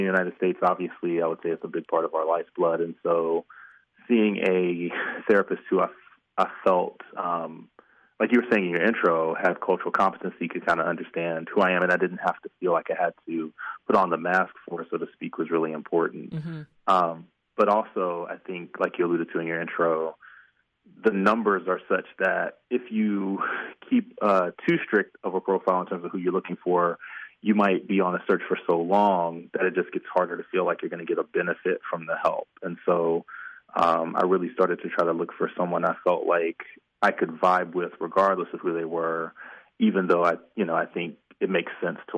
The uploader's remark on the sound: Listeners called in with stories of cultural competency in their mental health experience.